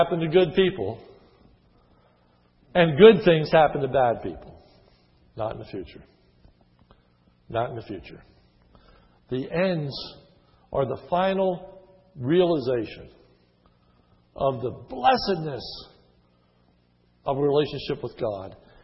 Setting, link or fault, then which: setting, large echoing room